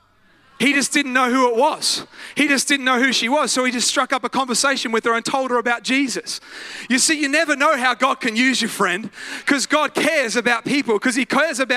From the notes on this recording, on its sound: live at Freshwater Church on Sunday the 16th of July 2023